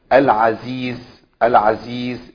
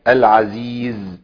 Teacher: السين مهموسه والزاي مجهورة، كل الصفات اشتركوا فيها